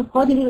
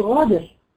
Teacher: وبعض البلدان ينطقها غين، لان هي قريبه من مخرج الحلق · Shown in: second take